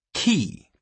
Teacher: Ki brings the back of your tongue up against your soft palate.